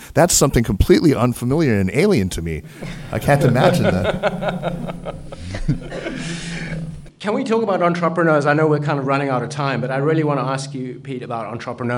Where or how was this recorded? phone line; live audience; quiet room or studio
live audience